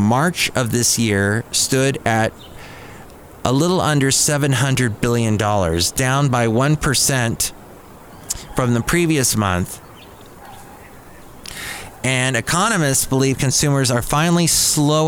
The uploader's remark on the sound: podcasts live from Café Anyway